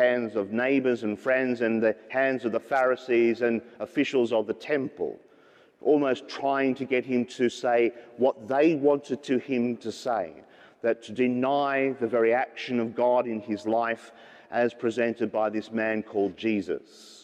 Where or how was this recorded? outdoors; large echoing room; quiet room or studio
large echoing room